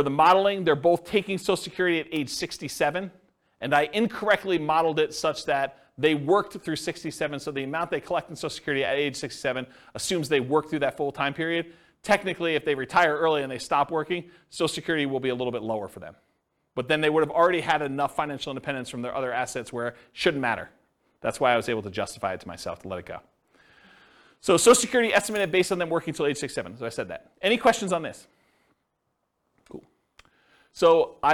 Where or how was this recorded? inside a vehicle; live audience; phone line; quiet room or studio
live audience